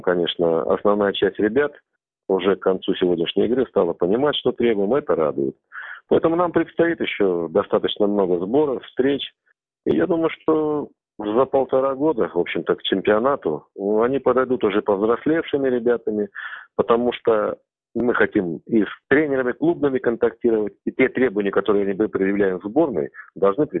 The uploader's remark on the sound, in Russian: Из Швеции по телефону